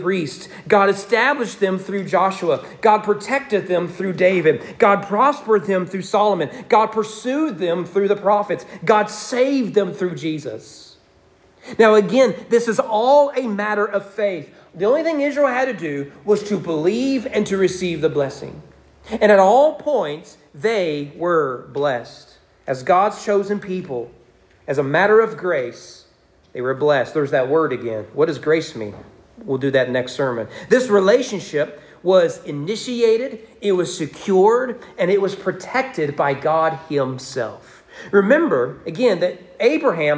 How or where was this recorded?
large echoing room